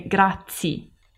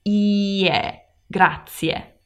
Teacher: you have to pronounce the two vowel sounds, so ie · Shown in: second take